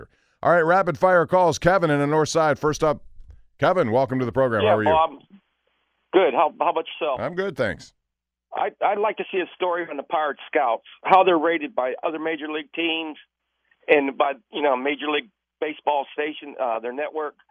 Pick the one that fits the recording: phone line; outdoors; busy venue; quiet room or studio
phone line